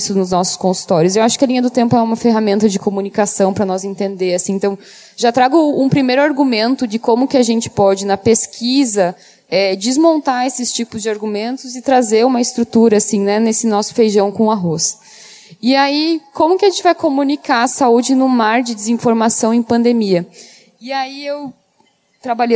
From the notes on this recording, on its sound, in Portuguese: Gravado durante o 17º Congresso Brasileiro de Medicina de Família e Comunidade. Apoio Técnico da gravação e captação de Áudio: equipe da organização do congresso Brasileiro de Medicina de Família e Comunidade.